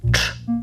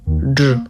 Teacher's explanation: Cz to jest głoska bezdźwięczna, a dż to jest głoska dźwięczna. Przyłóżcie do gardła palce jednej ręki i wymówcie cz, dż, cz, dż.